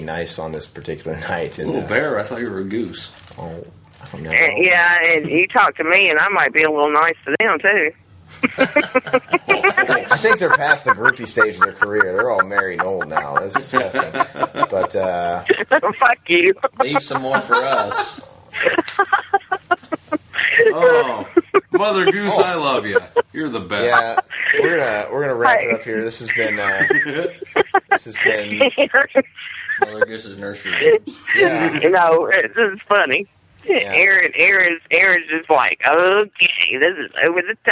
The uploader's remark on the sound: 1 Year Anniversary Call in Show!